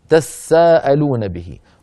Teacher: بعض القبائل كان يحول التاء الثانية يحولها إلى سين ساكنة، يعني يسكنها، هذا عمل تاتا سائلون، بتصير تت سائلون، يحوله إلى تاء ساكنة، ثم يحول التاء إلى سين، ثم يدغم السين في السين، فتصير عندهم تساءلون به، وهكذا قرأ نافع واتقوا الله الذي تساءلون به.